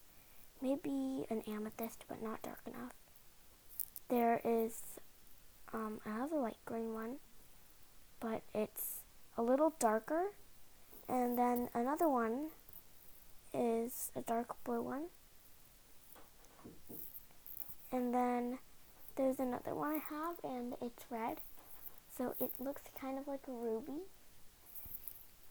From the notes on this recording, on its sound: Sorry about the audio, I don't have a professional microphone.